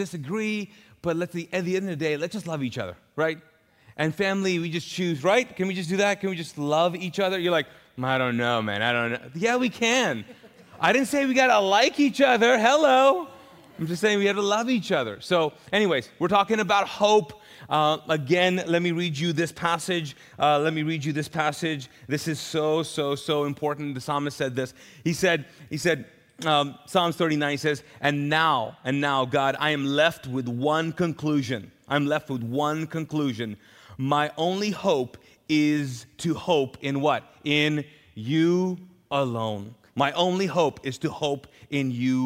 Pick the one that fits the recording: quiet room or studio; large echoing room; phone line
large echoing room